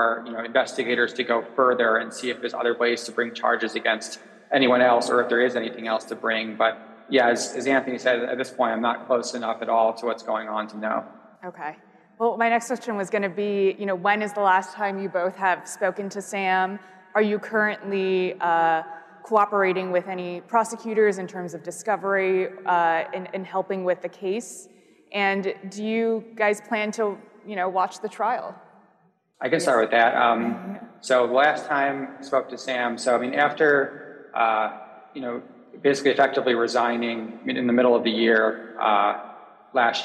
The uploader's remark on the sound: A Consensus 2023 panel